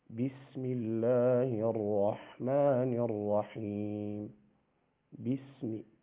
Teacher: فالباء يخرج من بين الشفتين